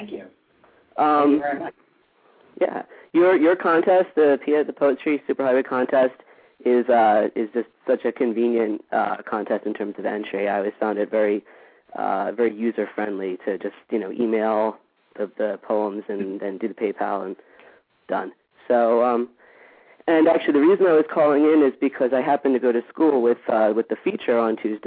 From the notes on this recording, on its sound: This special PSH Live event. Several of the top 10 scoring poets were listening and called in to read their poems including first and third place! Live dramatic drum rolls over the phone as well.